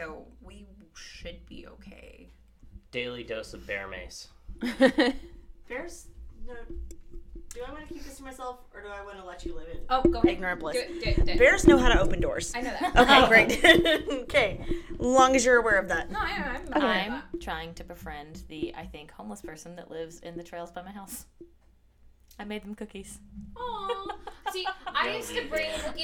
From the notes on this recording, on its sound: We apologize for a lot of loud noises, as the mic is being passed around. Our normal set up had to be temporarily moved due to some issues we talk about in the episode.